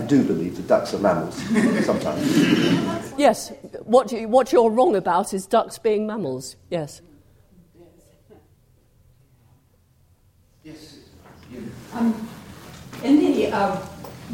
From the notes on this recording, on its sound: engaging in a questions and answers discussion with the audience